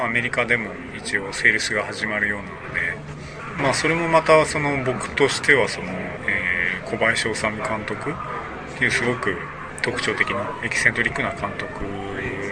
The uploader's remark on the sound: conducted at Otakon 2006